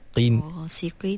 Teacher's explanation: Qaf tu baris bawah. Jadi walaupun qaf tu baris bawah, dia duduk di martabat tafkhim yang paling rendah, tapi tak bermakna qaf tu menjadi nipis sampai bertukar menjadi kaf